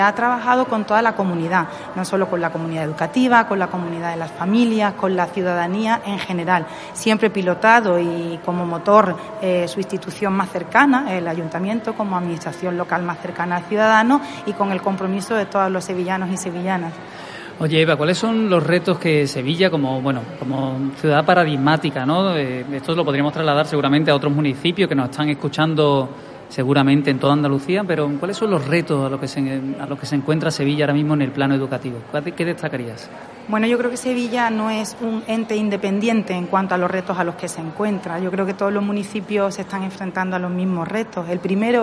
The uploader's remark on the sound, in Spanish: Este día hicimos una programa en directo desde el XIV Encuentro estatal de Ciudades Educadoras que se celebró en Sevilla.